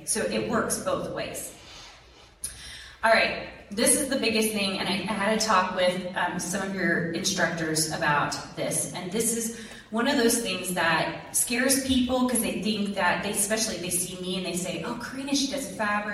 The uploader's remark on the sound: Lecture to BYU Idaho's Art Department. She spoke to about 200 students about selling their art.